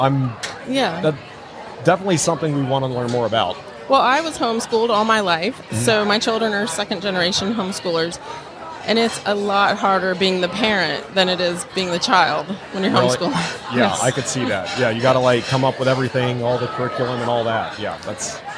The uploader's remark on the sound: LIVE from HAVEN 2022